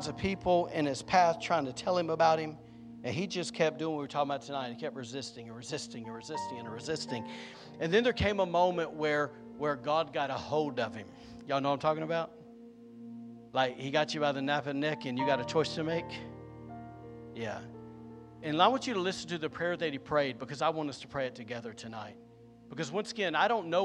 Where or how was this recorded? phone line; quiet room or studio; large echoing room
large echoing room